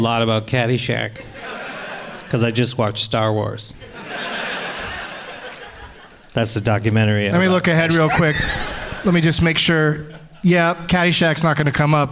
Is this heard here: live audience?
yes